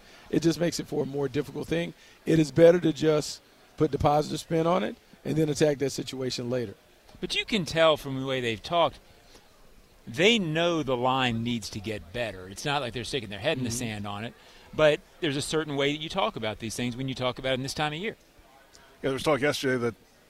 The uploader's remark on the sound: live from the NFL Combine